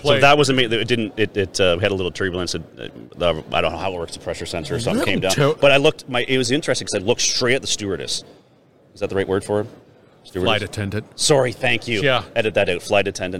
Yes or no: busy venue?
yes